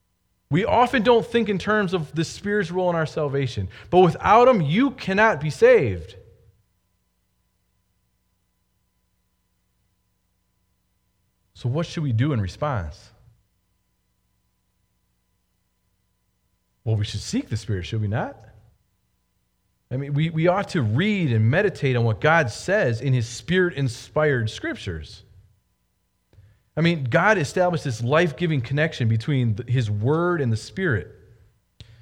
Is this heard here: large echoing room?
yes